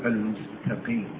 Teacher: فيقولون المستقيم، فبدل التاء ينطقونها طاء لكن لا تشعر بها